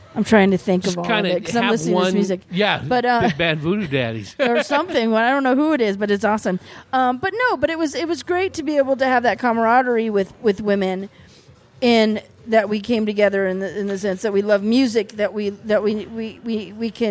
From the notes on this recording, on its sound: Recorded at Marks Beer Garden in Prescott. Recorded at Marks Beer Garden in Prescott.